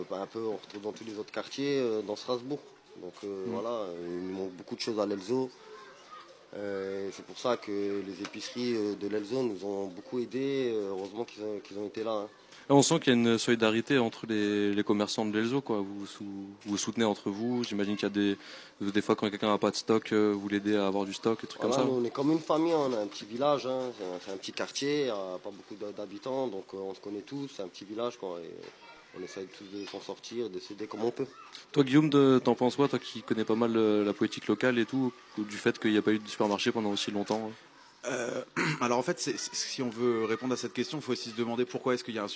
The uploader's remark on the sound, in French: Diffusé en direct sur RBS le 6 Mai 2023 depuis la Rue Watteau à l'Elsau, à l'occasion de l'événement "Capsule Temporelle" de la Compagnie Lu²